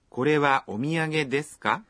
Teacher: É preciso simplesmente acrescentar a partícula ka ao fim da frase e falar com uma entonação ascendente.